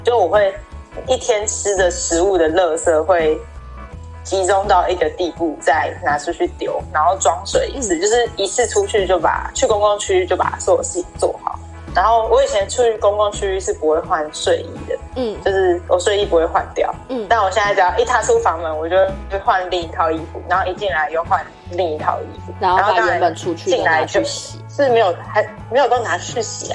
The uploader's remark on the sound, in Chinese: 雖然一個把自己關在宿舍，一個關在家。這次的連線錄音。